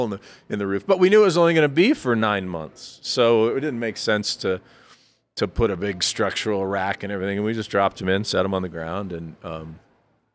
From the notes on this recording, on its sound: By default, each episode will be nomadic by nature, recording via pop-ups in various unique local spaces, to provide texture and ambiance from those environments. Coloradosprings.